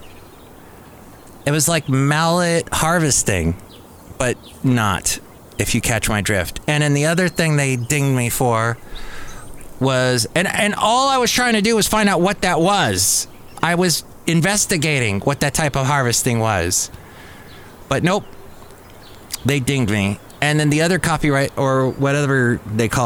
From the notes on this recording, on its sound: podcasts live from Cafe Anyway